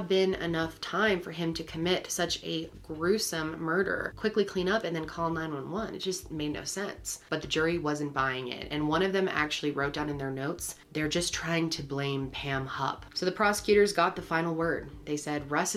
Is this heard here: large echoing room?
no